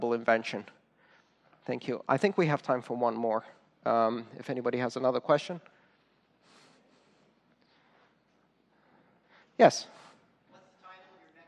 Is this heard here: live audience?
yes